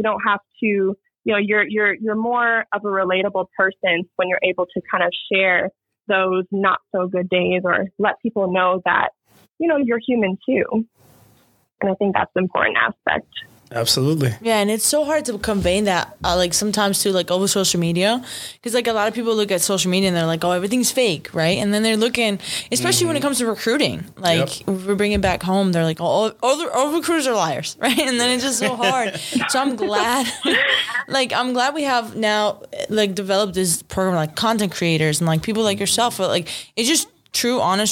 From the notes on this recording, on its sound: we have a phone call with the remarkable